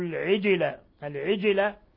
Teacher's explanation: فأخذتهم الصاعقة بظلمهم، الصاعقة بظلمهم ثم إظهار شفوي لوقوع الثاء بعد الميم الساكنة، ثم اتخذوا ميم مشددة تغن مقدار حركتين، تغن مقدار حركتين، ثم اتخذوا العجلة، العجلة الجيم ساكنة تقلقل لأنها من حروف قطب جد